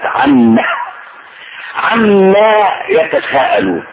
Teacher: وصيغة الاستفهام بهذا الشكل والمستفهم عنه مبهم، وما يسأل بها عن ماهية الشيء، وكأن المستفهم عنه مبهم غير معروف عن أي شيء يسأل هؤلاء الناس، وعن أصلها عن ما، عن ما، فأدغمت النون في الميم وحذفت الألف تحتها فأصبحت عما، وقرأت عما، عما يتساءلون، عن أي شيء يتساءل هؤلاء الناس وهم بين مكذب ومنكر وبين شاك متردد، عن أي شيء.